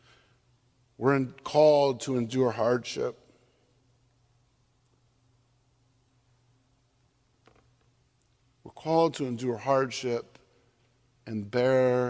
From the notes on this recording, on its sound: on Sunday, October 9, 2022, at Central Reformed Church in Grand Rapids, Michigan